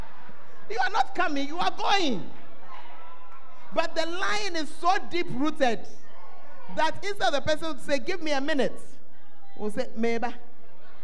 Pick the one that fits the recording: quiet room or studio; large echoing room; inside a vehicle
large echoing room